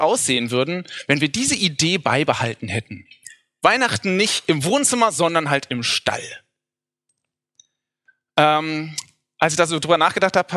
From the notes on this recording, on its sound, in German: Hier sehen Sie den Mitschnitt unseres Spätgottesdienstes am Heiligen Abend 2019.